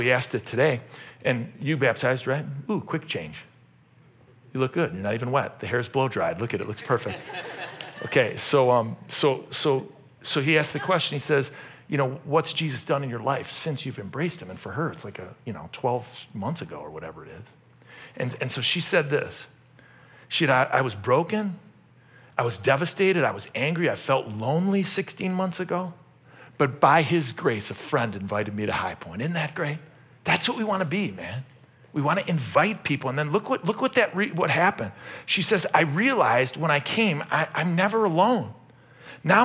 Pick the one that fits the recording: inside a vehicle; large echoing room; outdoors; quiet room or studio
large echoing room